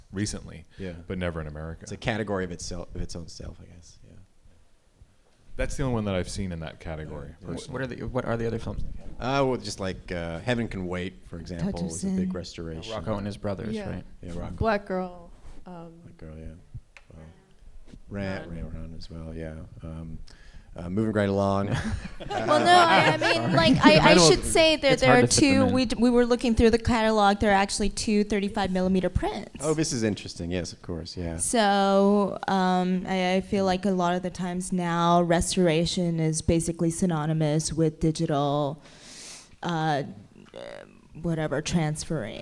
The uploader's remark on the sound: A New York Film Festival Live talk, recorded October 9th.